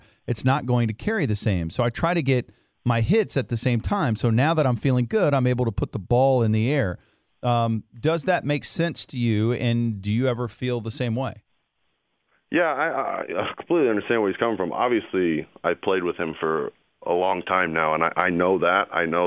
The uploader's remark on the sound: called in to the Ben and Skin show